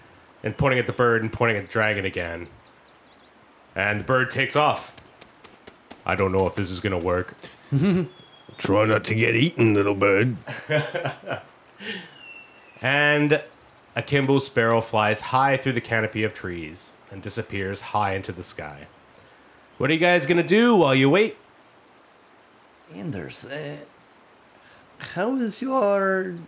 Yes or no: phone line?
no